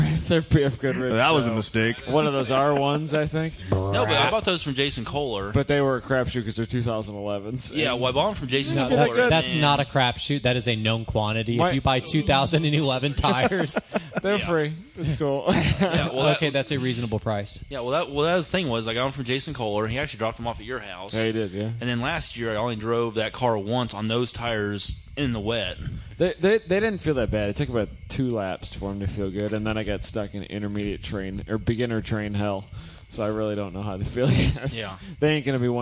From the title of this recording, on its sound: from ITR Expo 2015